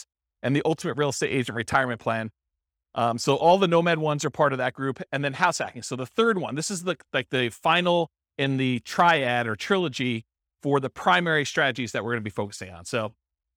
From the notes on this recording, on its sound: This was a live class recorded to give investors a solid overview of the house hacking real estate investing strategy.